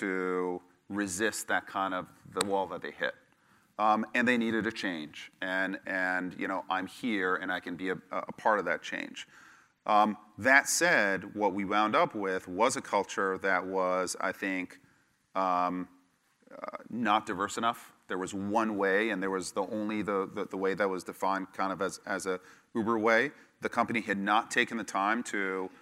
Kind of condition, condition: setting, live audience